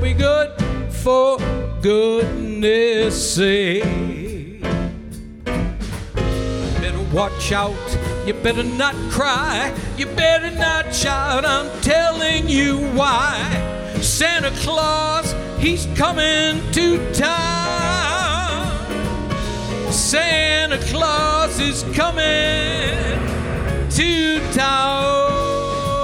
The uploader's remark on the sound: Christmas Show. Live at the SouthPoint Casino.